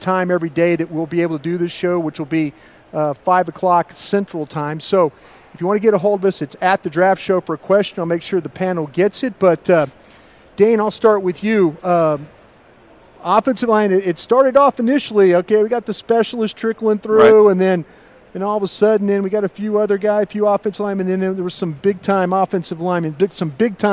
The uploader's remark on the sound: LIVE From 2016 NFL Combine